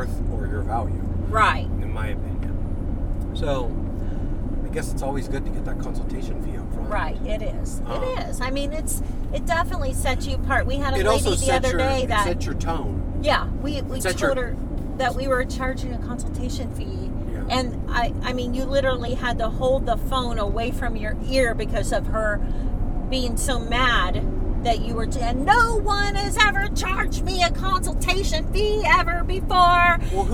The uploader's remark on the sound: We are on the road again! This podcast is in the car.